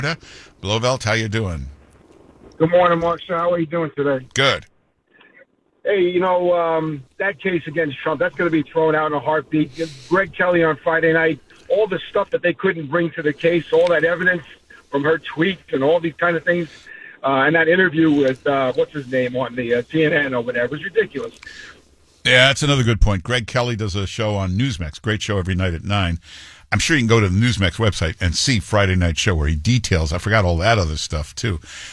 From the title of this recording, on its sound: Takes Your Phone Calls